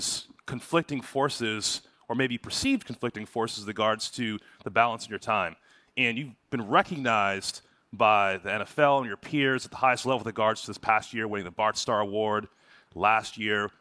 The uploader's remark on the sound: Upfront Summit 2022. Recorded March 2, 2022 at the Upfront Summit.